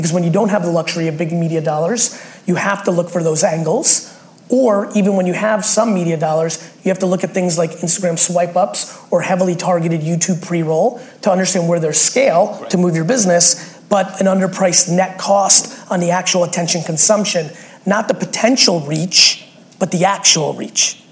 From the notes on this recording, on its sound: Your ‘Respectful Truth’ Is the Only Way to Change the Status Quo | SAP Fireside Chat. Recorded during a fireside chat I did at SAP.